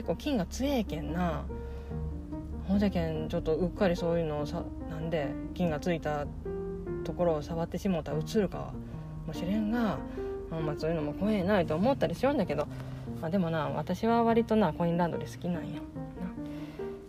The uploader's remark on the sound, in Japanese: コインランドリーの駐車場で収録しています